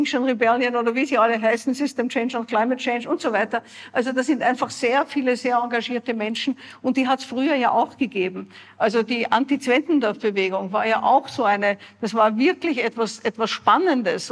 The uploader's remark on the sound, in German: September in Graz habe ich sie in dieser Live-Podcastfolge. Beim "female future meet up" am 28. September in Graz habe ich sie in dieser Live-Podcastfolge gefragt.